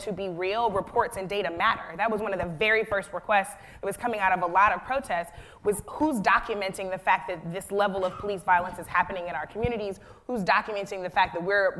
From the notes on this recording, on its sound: This Forum was the kick off for a two day conference